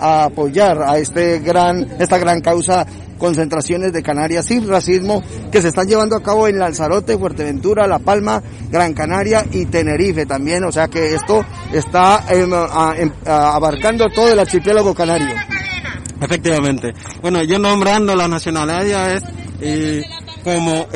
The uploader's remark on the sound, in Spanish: Estuvimos en directo desde El Puente de las Bolas en la capital de Arrecife apoyando la concentración contra el racismo en Lanzarote convocada por el grupo Antifacista de Canarias.